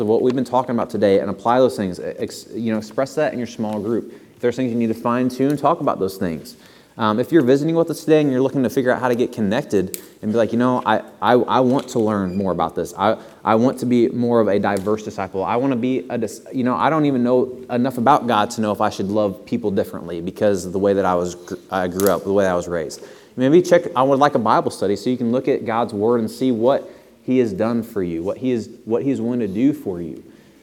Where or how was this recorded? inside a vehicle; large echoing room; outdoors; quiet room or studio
large echoing room